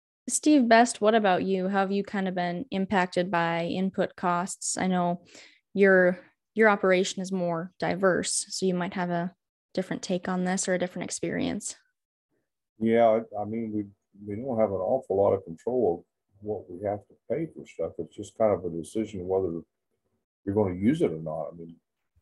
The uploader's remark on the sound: Members of the RancherMind community came together from across the country via Zoom.